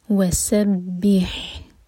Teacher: با کے نیچے جو کسرہ ہے وہاں پر بے کی آواز نہ آئے، بی آئے گا. وسبح، اور ہا حلق سے.